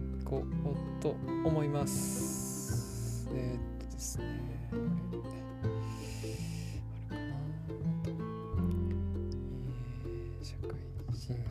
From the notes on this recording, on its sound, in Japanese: 電子ノイズが入っておりますが、、、ご了承ください！